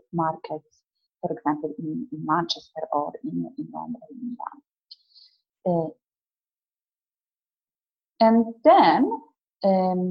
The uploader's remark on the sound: a recording of the webinar which I ran a couple of months ago